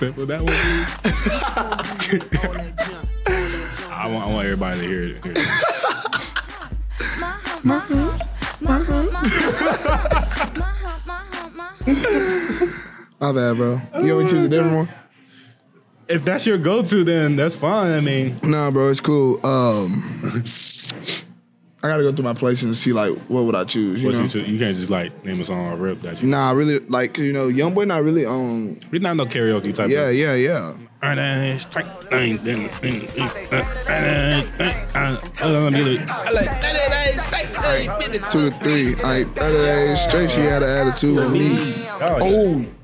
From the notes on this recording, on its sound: Recorded at Eskimo Joe's